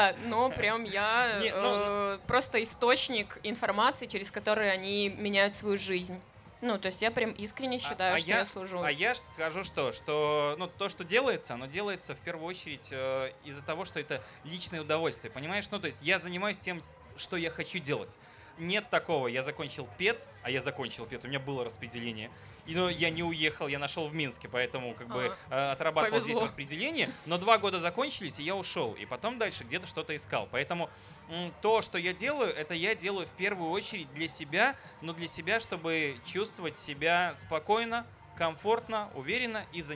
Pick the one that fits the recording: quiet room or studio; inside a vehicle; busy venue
busy venue